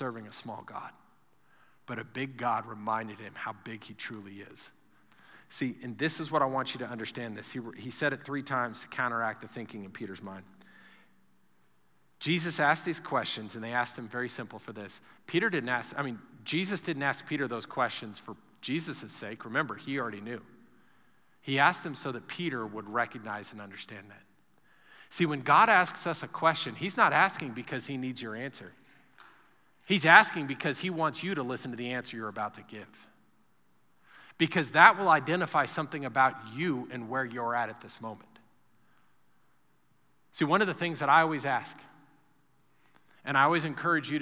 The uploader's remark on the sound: Recorded live during our Wednesday night service